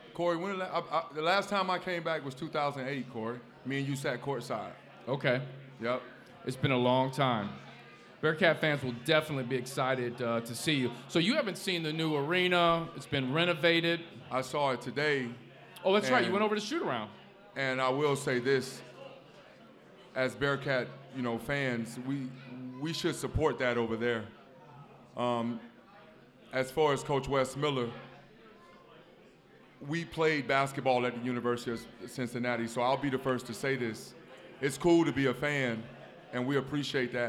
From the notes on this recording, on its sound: LIVE at Mio's!